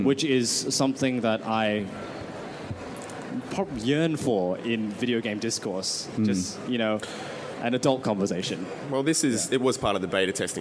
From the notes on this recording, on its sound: Live at Oz-Comic Con 2016. It's our extended LIVE episode from Perth's Oz Comic Con!